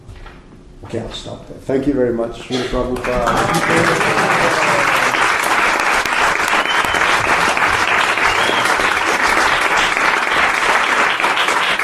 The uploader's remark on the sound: A Sunday Feast lecture at ISKCON of Philadelphia